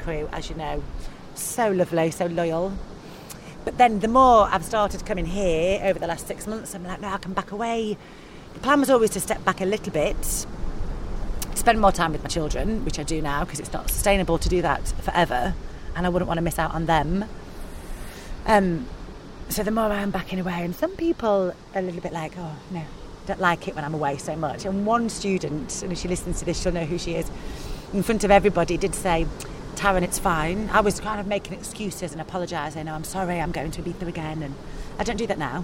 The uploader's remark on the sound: Take a trip with us to Sa Trinxa today. On the beach for an end of retreat season special.